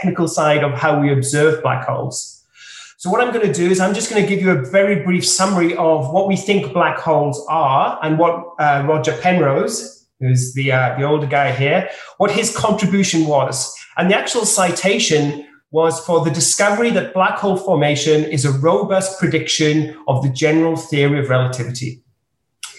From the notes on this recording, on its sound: This public talk was held virtually